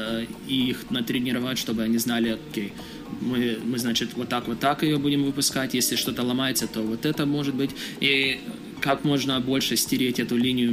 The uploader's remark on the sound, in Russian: Этот выпуск записан на конференции XPDays в Киеве.